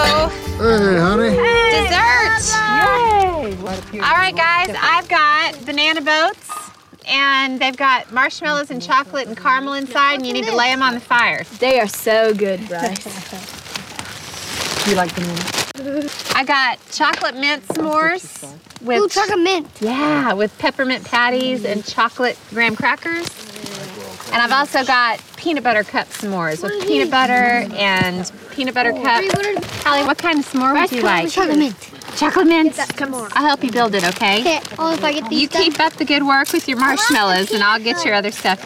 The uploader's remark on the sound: Cook over the campfire in the great outdoors. With direct audio from her hit Food Network TV show.